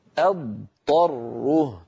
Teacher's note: همزة مفتوحة بعدها ضاد، ثم بعد أن أنهي صوت الضاد أنطق طاء · Term: بيان الضاد